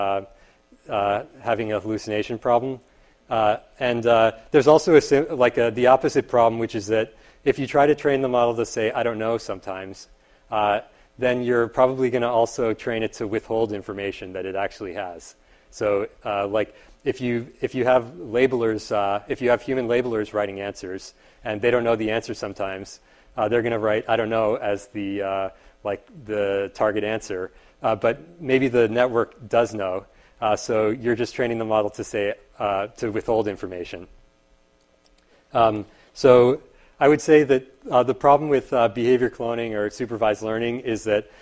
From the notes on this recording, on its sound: Part of a series of public lectures at Berkeley this spring.